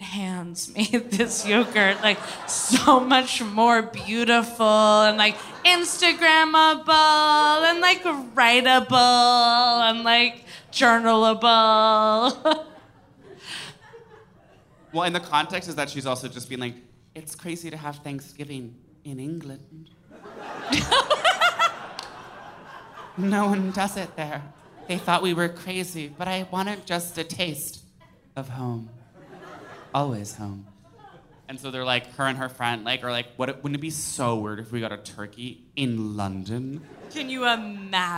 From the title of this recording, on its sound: Live from SF